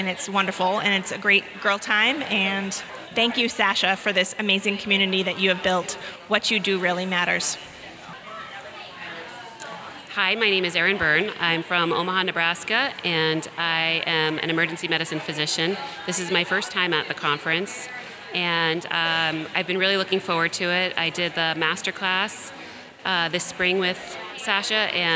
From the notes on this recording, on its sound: During the Conference he set up his microphone and interviewed several of the women who attended.